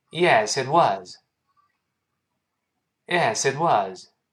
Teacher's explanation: 这个 was 要重读一下，哇啊啊，重读一下